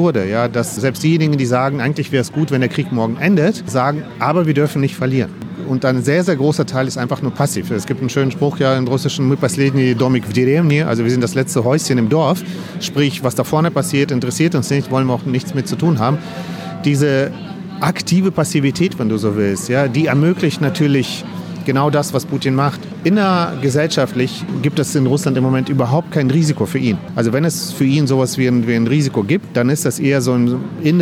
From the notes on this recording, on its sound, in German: In einer Sonderfolge zum Ukraine-Krieg melden wir uns live aus dem "Café Rossiya" (Café Russland) in Berlin.